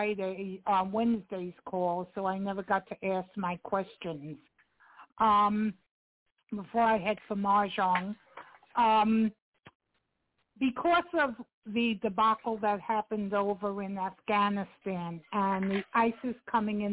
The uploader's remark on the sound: TNTSuperfantastic Conference Call